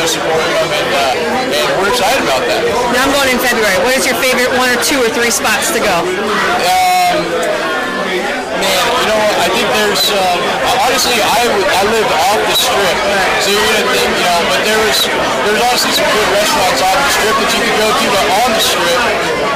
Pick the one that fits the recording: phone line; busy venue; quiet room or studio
busy venue